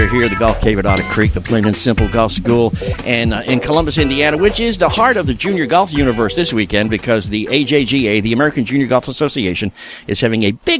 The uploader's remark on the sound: Live from the AJGA Championship